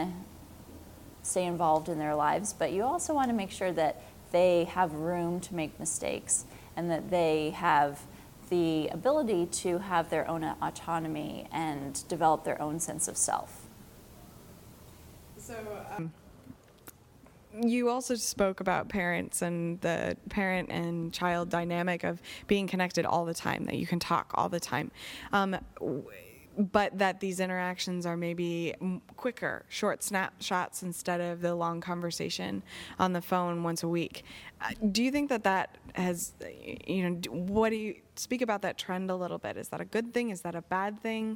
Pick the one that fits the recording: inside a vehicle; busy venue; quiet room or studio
busy venue